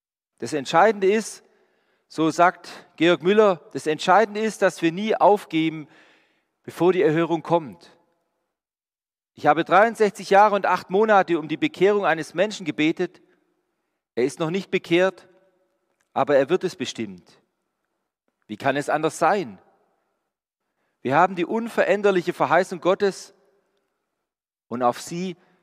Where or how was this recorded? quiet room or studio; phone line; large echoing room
large echoing room